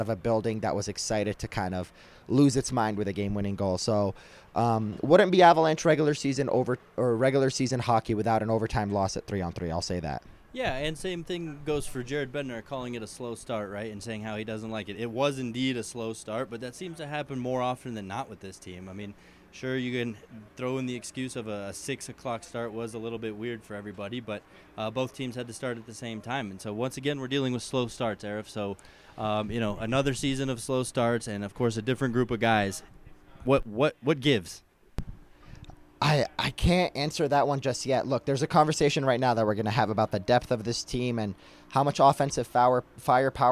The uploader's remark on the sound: live at Ball Arena